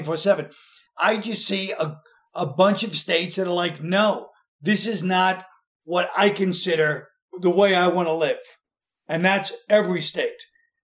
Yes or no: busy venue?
no